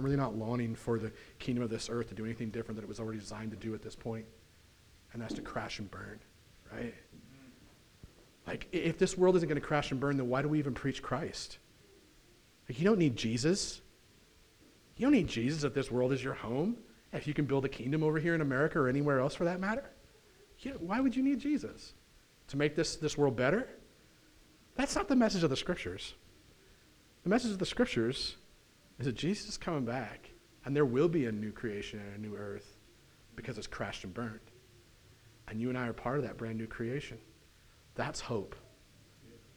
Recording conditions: large echoing room